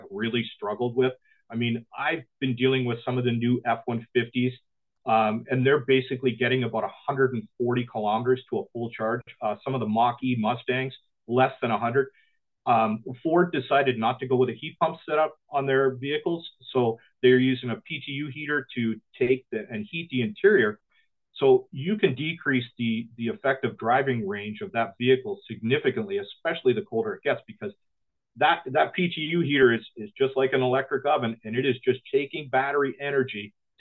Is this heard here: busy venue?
no